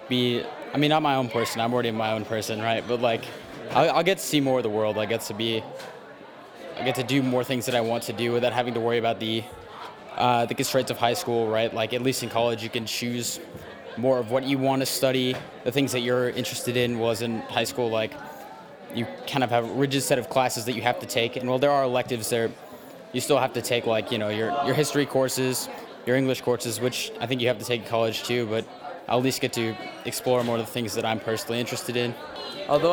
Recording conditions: outdoors